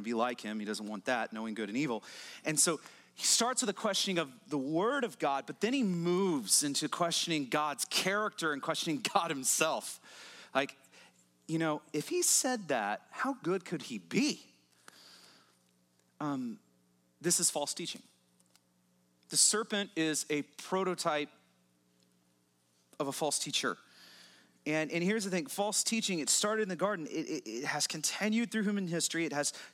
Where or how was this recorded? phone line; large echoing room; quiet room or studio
large echoing room